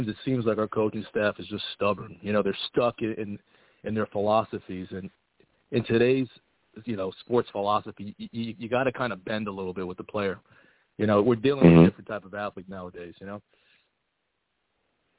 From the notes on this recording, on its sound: I also take live callers!